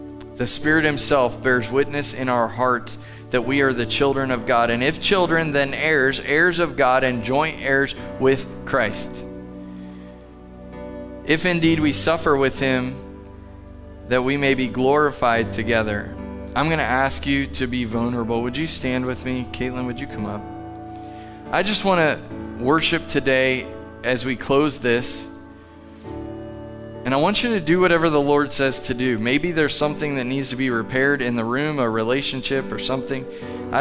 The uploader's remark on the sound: Live from The Summit Church in Dover, OH